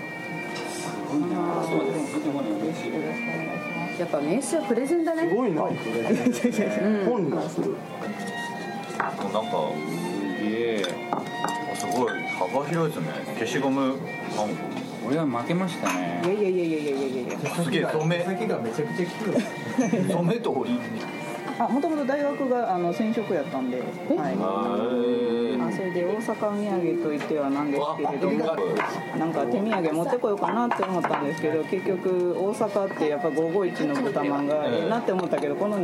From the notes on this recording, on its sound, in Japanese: かつ吉でランチしながらの収録です！店内BGMなどのノイズがガッツリです。お聞き苦しいかもしれませんがご容赦下さい。